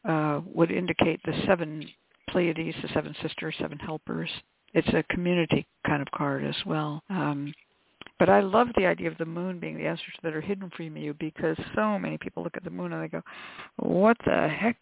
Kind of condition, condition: link, phone line